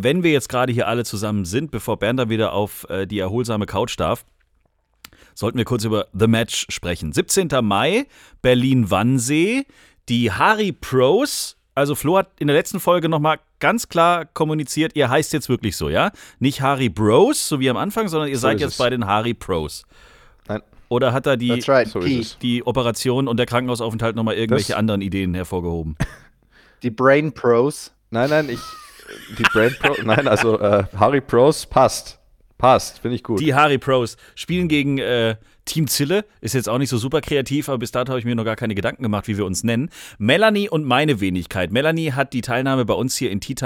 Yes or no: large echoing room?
no